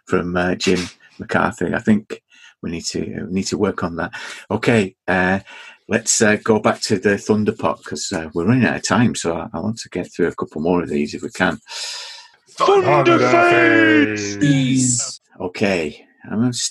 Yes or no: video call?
yes